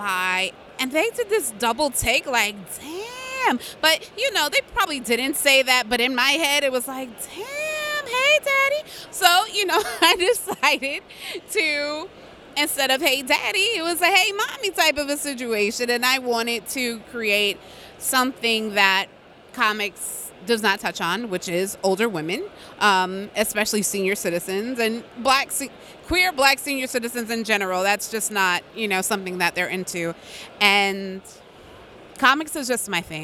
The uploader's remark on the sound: Interview at Five Points Festival 2017!